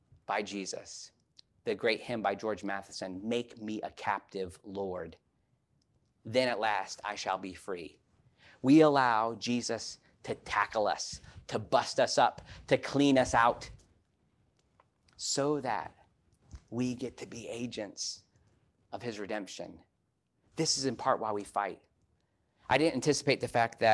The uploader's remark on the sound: This message was preached at Wesley Biblical Seminary during Holy Week of 2023